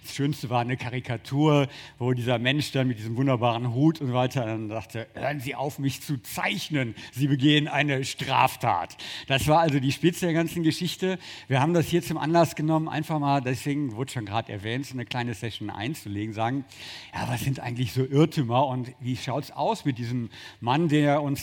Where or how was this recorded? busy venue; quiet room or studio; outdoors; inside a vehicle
busy venue